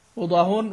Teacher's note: ويضاهون بدون همزة مع ضم الهاء، يضاهون كل القراء ما عدا عاصم يقرؤون يضاهون، يعني عاصم فقط هو الذي يقرأ يضاهئون، والباقون يقرؤون يضاهون.